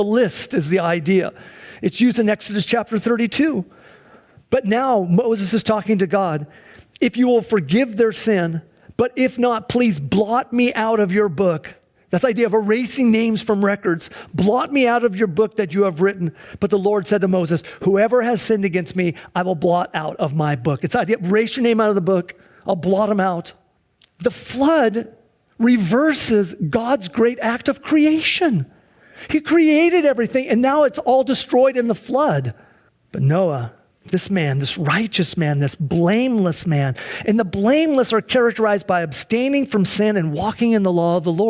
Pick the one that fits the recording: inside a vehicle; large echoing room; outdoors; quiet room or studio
large echoing room